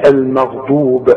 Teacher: خلاص، والغين اهي مفخمة، لكن هي اقل درجة من المفتوح. الغين اللي عليها السكون بتبقى اقل درجة في التفخيم